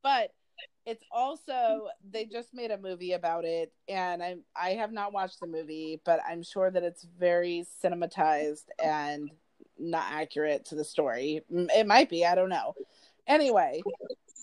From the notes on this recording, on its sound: Our audio is a bit rough with this one